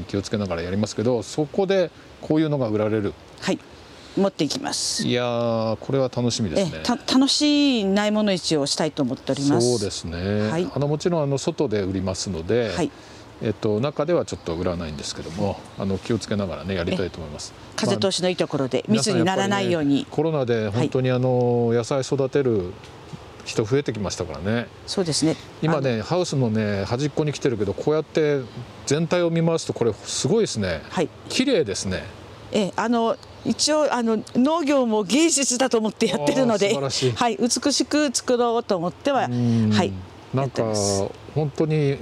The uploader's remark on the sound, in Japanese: ハウスや畑を歩きながら、話を聞いています。札幌の地温はまだ寒く。